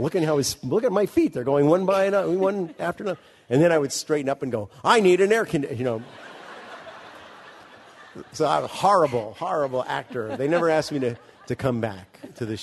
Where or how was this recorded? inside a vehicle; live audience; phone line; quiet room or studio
live audience